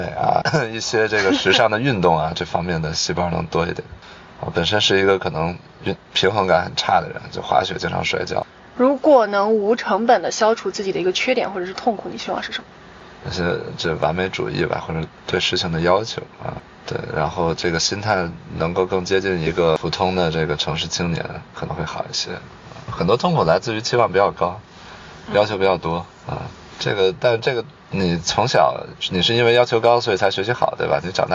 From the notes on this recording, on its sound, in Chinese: 后面每个话题都是纯临场，连大纲都没有。因为边开车边录的，有点吵……已经尽量降噪啦，下次有室内录制！